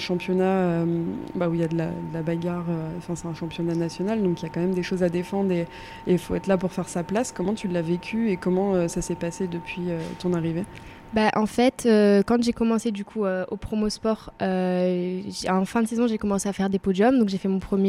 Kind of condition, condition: setting, busy venue